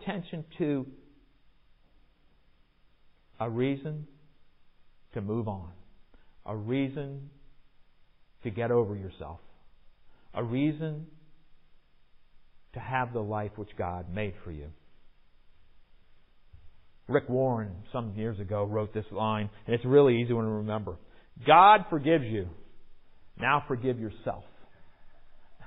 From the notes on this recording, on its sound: Recorded in the MPPC sanctuary on Sunday, January 23, 2022